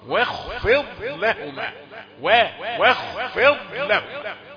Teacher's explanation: واو رقيقة بعدها صوت الخاء المفخمة